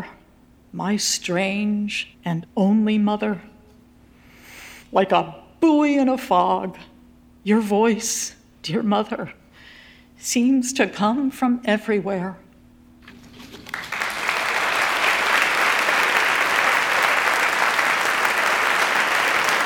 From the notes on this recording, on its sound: a live Selected Shorts event